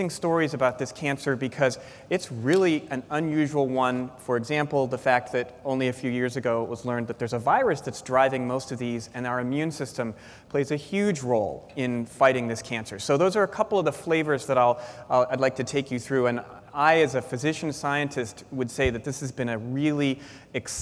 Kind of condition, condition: setting, large echoing room